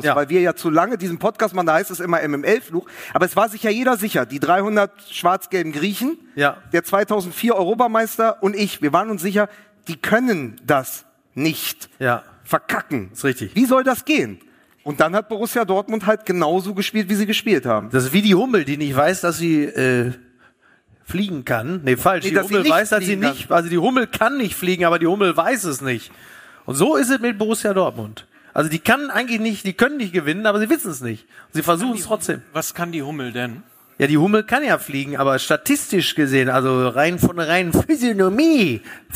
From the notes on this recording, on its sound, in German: LIVE AUS HAMBURG. Unser Live-Auftritt.